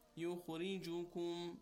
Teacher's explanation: Now, in this case, the ra is with kasra. And ra, when it comes with kasra, or when it has a sukoon and the kasra is before the ra, what happens is, it is recited with tarqiq, a flat sound, a smile. And keep in mind that kha is, although it's sakin, it's still a tafkhim letter.